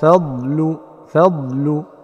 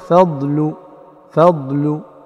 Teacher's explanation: عندما تجاور الضاد اللام، هذا بارك الله فيك نعم يحتاج إلى انتباه من أكثر من جانب، لأن الضاد واللام فيهم اتصال، منتهى الضاد هو أول مخرج اللام كما هو معلوم، فعند انتهاء مخرج الضاد لابد من تحري أن يستفل اللسان مع بقاء طرفه في مخرج اللام · Shown in: first take · يستفل اللسان ويتصل صوت الضاد بصوت اللسان مباشرة دون ما إيجاد تصويت أو صويت آخر يشابه القلقلة.